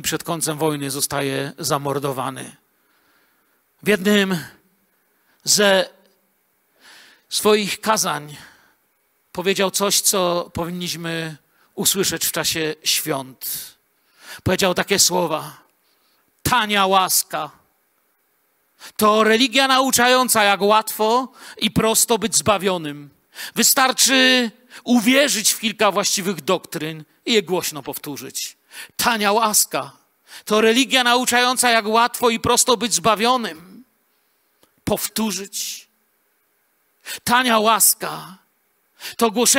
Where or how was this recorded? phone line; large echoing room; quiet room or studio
large echoing room